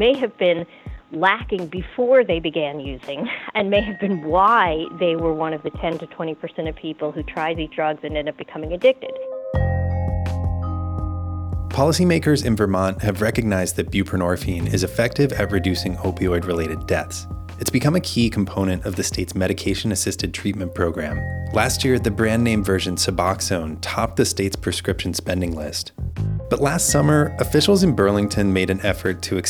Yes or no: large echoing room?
no